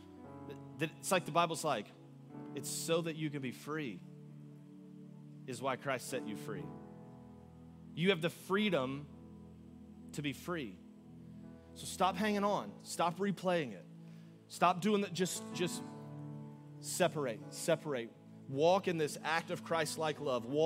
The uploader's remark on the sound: Augustine, Florida. Recorded live on February 18, 2024 at Church On The Rock.